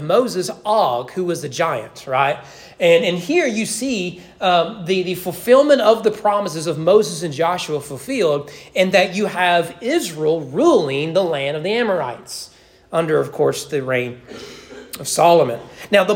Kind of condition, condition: setting, large echoing room